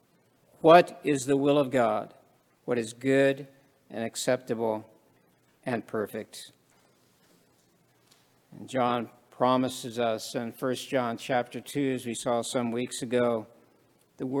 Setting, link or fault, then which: setting, large echoing room